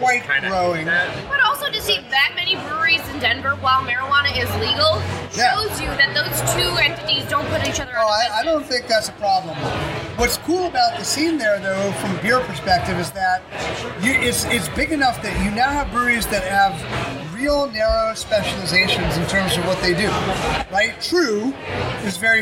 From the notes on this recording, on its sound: while we recorded during the party